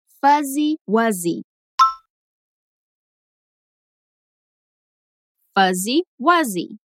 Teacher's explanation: esse U é bem aberto, tipo A. E atenção pro som do W seguido de U.